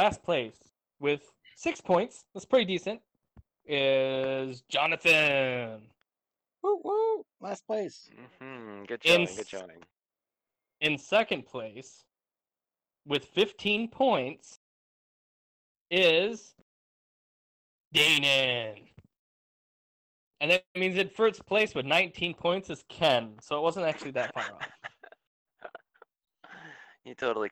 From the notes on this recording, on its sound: We sound like Robots as we podcast from home still.